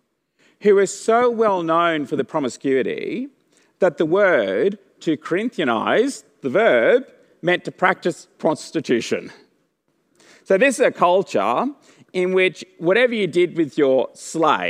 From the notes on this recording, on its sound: The audio recording this week comes from the 6PM service.